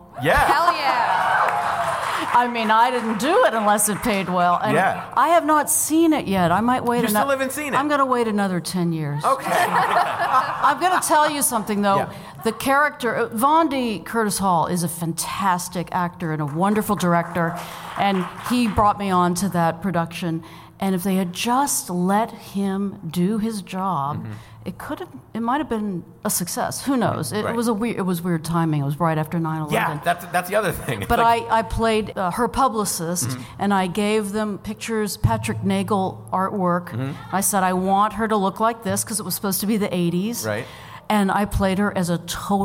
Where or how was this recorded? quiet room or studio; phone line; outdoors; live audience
live audience